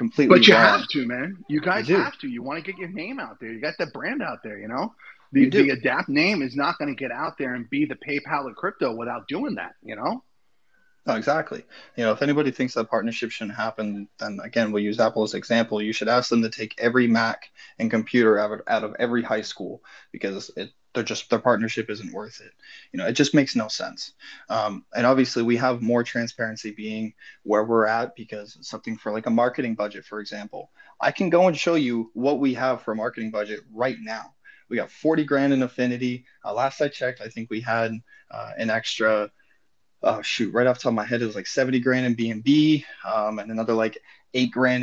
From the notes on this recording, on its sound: recorded on Twitter Spaces